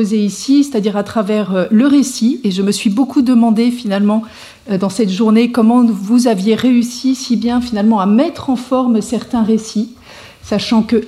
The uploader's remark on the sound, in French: Colloque. Présentation courte suivie d'une discussion avec le public sur les enjeux de la journée entière.